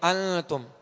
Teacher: ماشاءاللہ یہاں اخفاء کا قاعدہ ہے، نون ساکن کے بعد تا حروف اخفاء میں سے آ گئی، لہذا یہاں اخفاء کا غنہ کریں گے